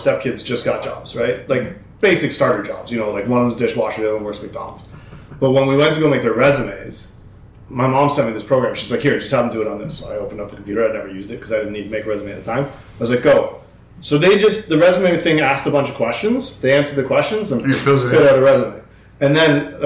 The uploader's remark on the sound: we tried a new approach to recording this week that i like to call the 3,2,1 Recording (3 guests, 2 hosts and 1 mic) so yes we are aware at times it may not be the best